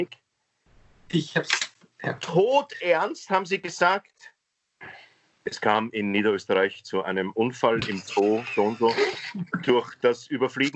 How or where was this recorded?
video call